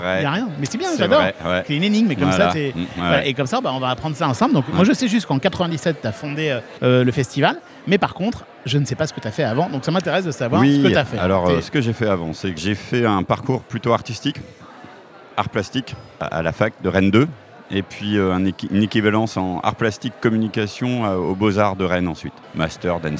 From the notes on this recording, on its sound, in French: Dans cet épisode enregistré lors du MaMA